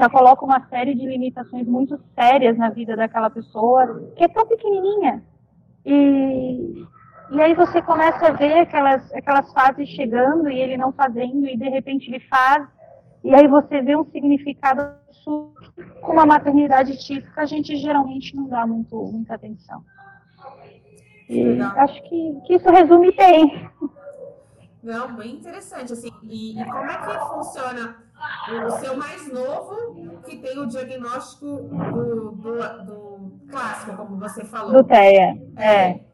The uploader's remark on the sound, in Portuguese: DESCULPEM PELA QUALIDADE DO AUDIO.